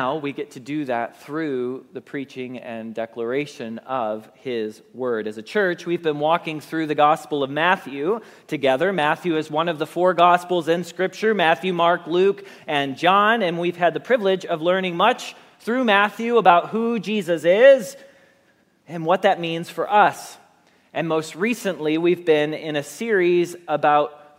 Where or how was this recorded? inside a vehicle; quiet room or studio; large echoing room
large echoing room